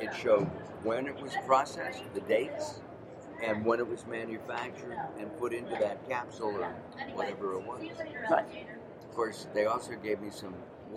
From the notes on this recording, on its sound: LIVE from Supple Side West in Las Vegas